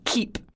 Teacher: But a lot of times in these videos, you will hear people over aspirating. So the puff of air is extra pronounced.